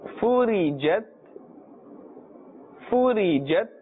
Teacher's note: This ta which has the jazm, it must be pronounced but slightly. Be careful not to echo the sound, otherwise we will be including it wrongfully in the huruf qalqala.